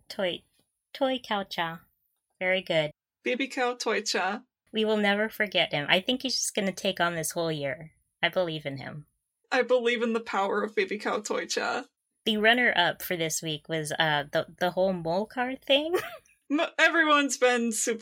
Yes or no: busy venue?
no